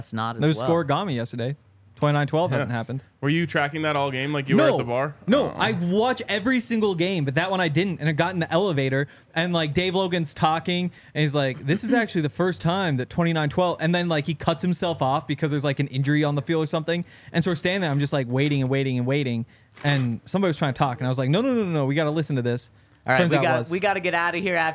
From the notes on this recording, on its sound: Coming to you LIVE from the DNVR Bar.